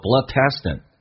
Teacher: test 跟 in 有个连，通常我们会喜欢说 bloodtesting，这是可以的，用 t 连，同时要进行浊化